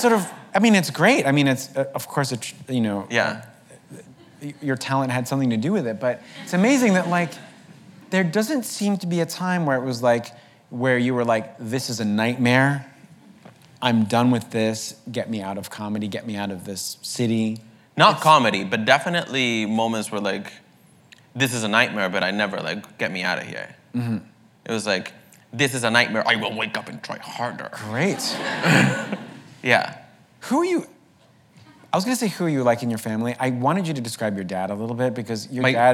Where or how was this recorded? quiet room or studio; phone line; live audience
live audience